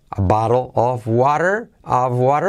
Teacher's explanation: a medida que lo hago más deprisa, Em, se une más todo, ¿vale? A bottle of water, of water, se convierte en a bottle of water, a bottle of water.